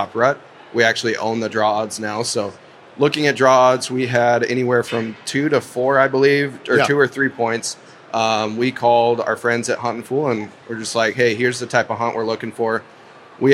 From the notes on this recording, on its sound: Live from the Pacific Northwest Sportsmen's show.